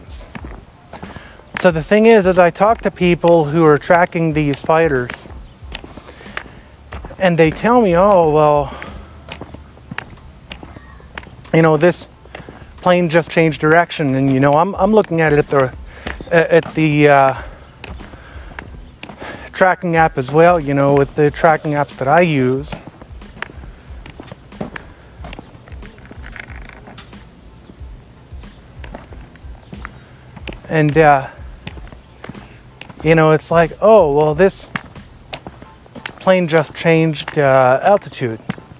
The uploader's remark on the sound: Made and edited on my IPad, uploaded to Anchor via the IPad, and the writing was done via my iphone. It's a beautiful day and so I'm out walking and talking and listening to the radio.